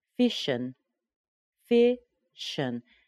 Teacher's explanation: we turn that in into a schwa n sound